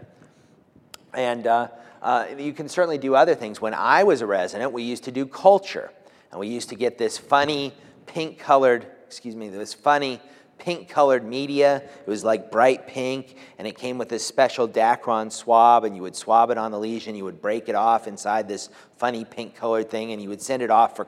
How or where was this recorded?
large echoing room